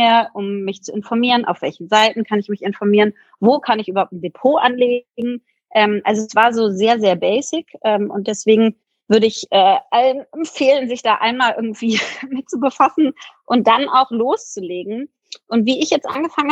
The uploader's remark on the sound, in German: Clubhouse Talk. Da viele von euch nachgefragt haben, veröffentlichen wir den Talk jetzt noch mal als Podcast. Entschuldigt daher bitte die Audioqualität.